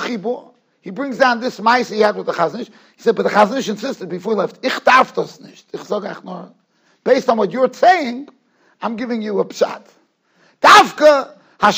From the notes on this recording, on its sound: Shiur recorded in Yeshivas Ohr Reuven, Monsey, NY.